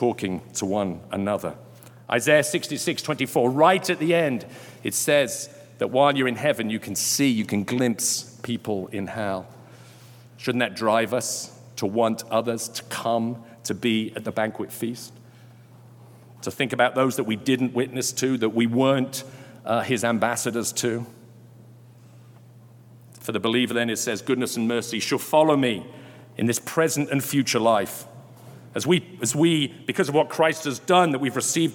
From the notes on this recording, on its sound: Delivered during Sunday Worship on July 24, 2022.